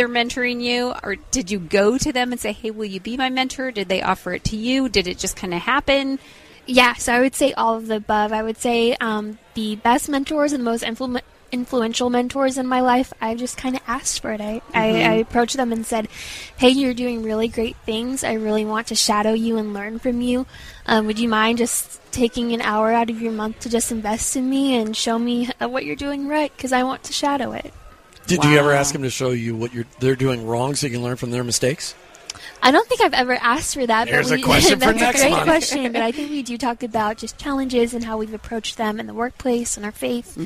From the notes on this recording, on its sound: From our time at this year’s Workmatters Conference in Rogers, Arkansas to grab a bevy of interviews